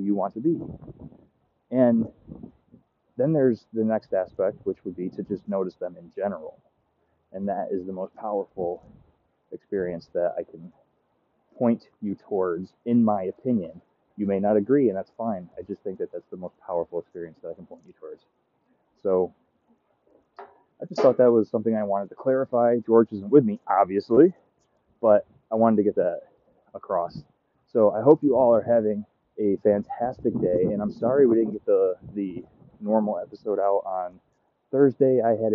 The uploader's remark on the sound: The dogs are barking, the wind is blowing